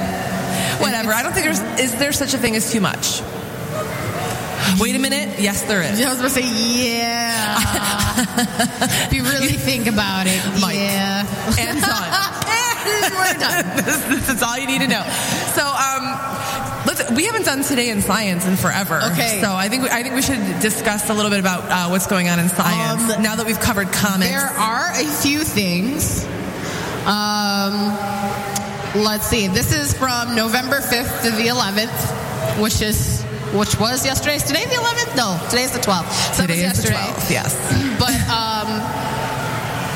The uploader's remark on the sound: Live from Fantasticon Mt Clemens